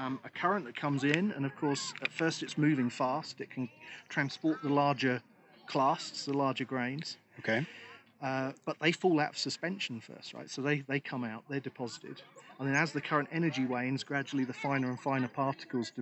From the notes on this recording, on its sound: At the Great Smoky Mountains! This episode was recorded in the park and therefore has road, cicada, and creek noise in the background.